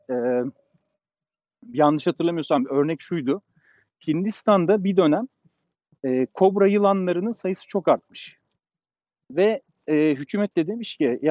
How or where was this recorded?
outdoors